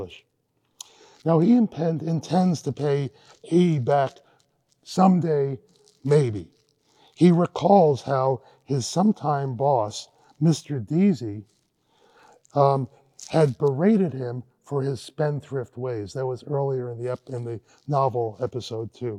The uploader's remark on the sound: This lecture was given on March 8, 2023 at Vanderbilt University.